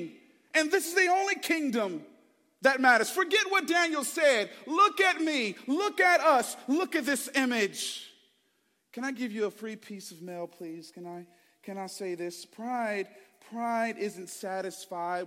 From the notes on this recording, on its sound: Preached Sunday January 21, 2024 at Woodside Bible Church, Pontiac Campus